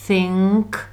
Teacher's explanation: Zadní ng a pak je k.